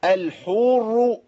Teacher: الحر كده بقى، احنا ولدنا واو صغيره. الحر ما تجيبش واو بين الحاء المضمومه والراء المشدده